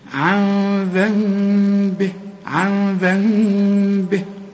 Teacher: يقول لك قولها نص ميم كده، يعني خلي انفراج في الشفايف، ما تضمش شفايفك، اوعى تخليها ميم خالصة، الميم الخالصة هتقفل الشفايف على بعض · Term: إقلاب